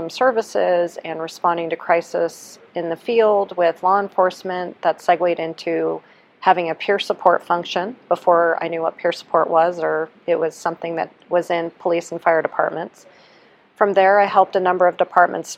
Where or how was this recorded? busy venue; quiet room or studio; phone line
busy venue